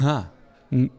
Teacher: De ng is zonder aspiratie, ja, altijd